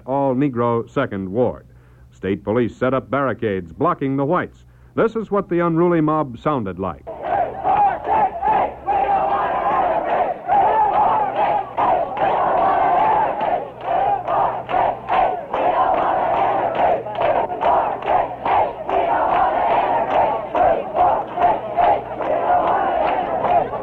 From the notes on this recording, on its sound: Recorded during the 1963 unrest during the Civil Rights Movement in Cambridge, Maryland, these audio recordings capture the unedited sounds of both protesters and segregationists. In the first recording, there are protesters in front of the Dorchester County Courthouse singing.